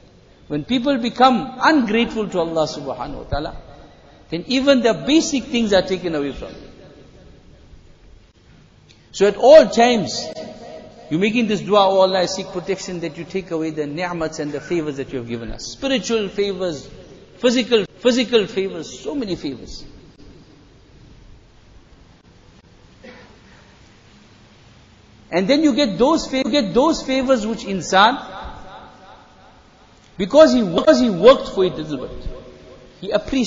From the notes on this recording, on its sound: Jumuah Lecture at Masjid E Noor